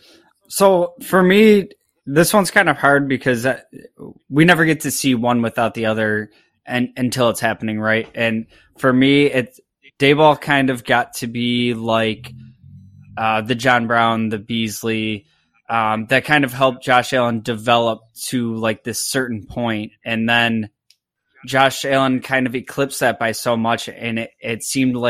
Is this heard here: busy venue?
no